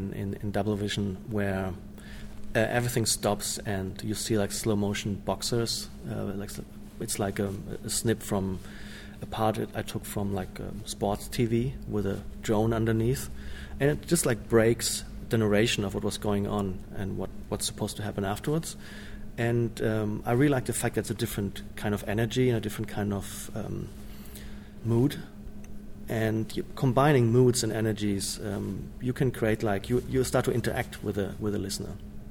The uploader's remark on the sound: Interview at Unsound Adelaide 2015